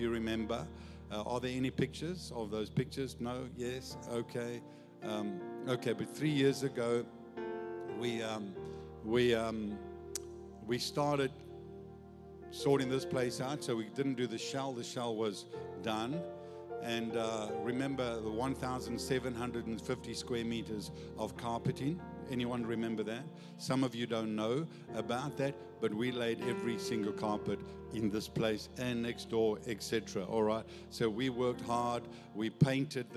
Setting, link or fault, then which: setting, large echoing room